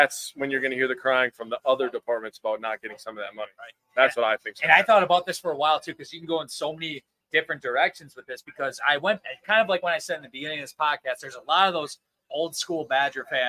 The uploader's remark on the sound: Live from Isaac's Sports Bar and Grill